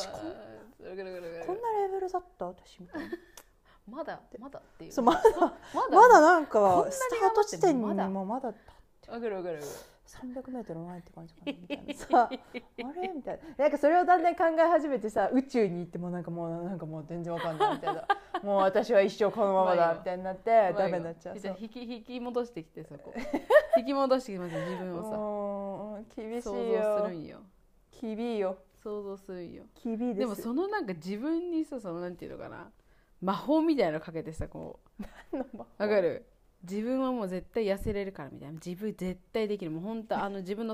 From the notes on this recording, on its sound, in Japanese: 今回なんか音声が小さかったり大きかったりするの、ごめんね。